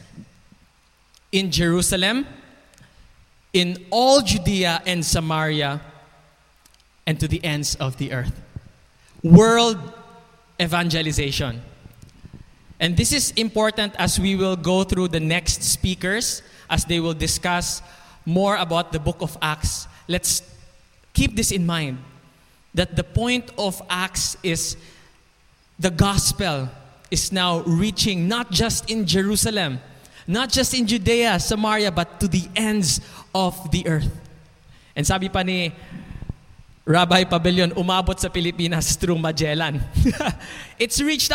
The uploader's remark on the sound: This podcast was recorded last May 9, 2021 | 9:45 AM at Ebenezer Community Alliance Church.